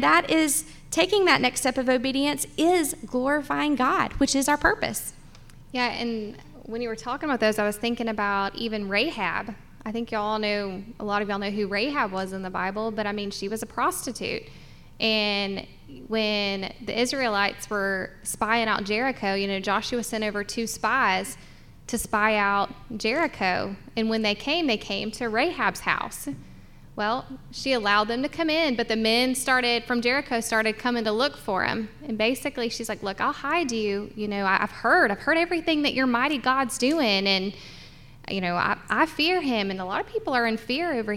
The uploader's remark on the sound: the live podcast we did at Talmo Baptist Church over the weekend